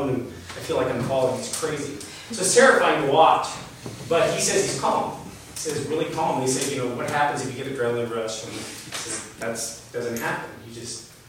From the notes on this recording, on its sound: A recording from a Story Night at Montana Gallery in Billings, MT, recorded on November 13, 2018. On this episode, you'll hear a recording from a Story Night at Montana Gallery in Billings, MT.